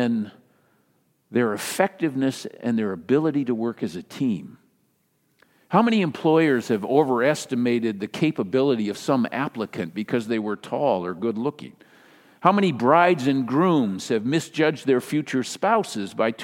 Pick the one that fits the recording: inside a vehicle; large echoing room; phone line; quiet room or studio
large echoing room